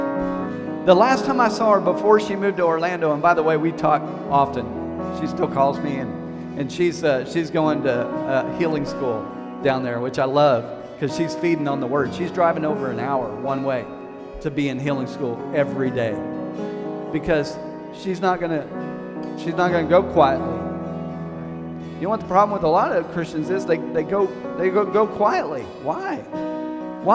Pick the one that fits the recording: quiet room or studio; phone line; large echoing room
large echoing room